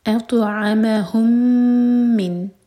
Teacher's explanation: ميم اور ميم کا ادغام، ادغام متماثل، ميم کو ہول کریں گے دو سیکنڈز